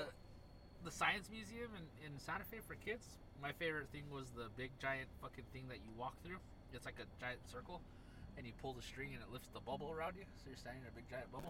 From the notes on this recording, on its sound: Recorded a bunch of these in the truck.